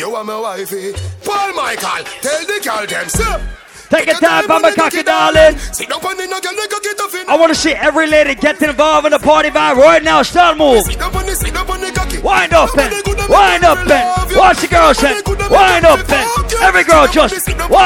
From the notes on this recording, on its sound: LIVE AUDIO. LIVE AT FETE FRIDAYS ON SEPT 9, 2016.